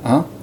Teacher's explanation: in English, of course, it sounds a little more nasalized and with a less clear fricative at the beginning, so you don't quite go ha, but more like ah.